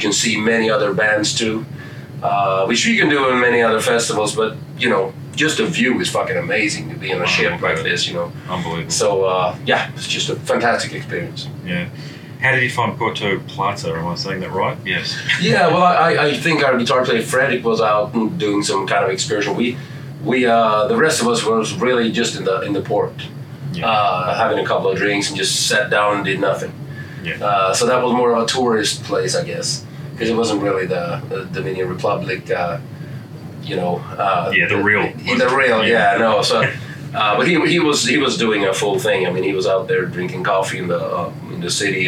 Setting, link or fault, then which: setting, busy venue